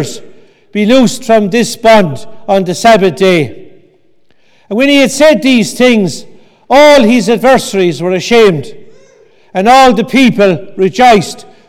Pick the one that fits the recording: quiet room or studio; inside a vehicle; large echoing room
large echoing room